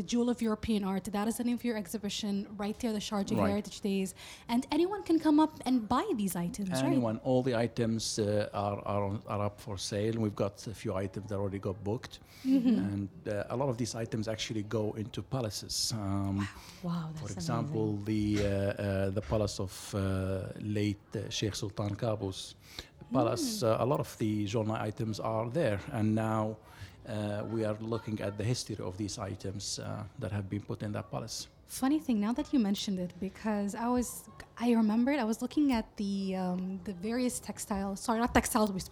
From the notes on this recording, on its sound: Live from SHD 2023.